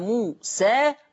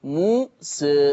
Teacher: يعني له الفتح وله التقليل، له ان يقول موسى وله ان يقول موس.